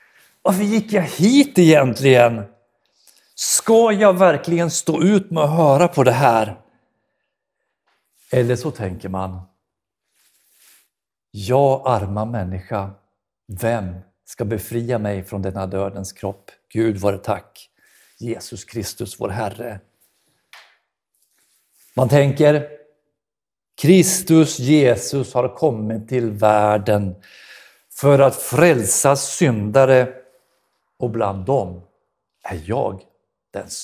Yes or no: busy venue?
no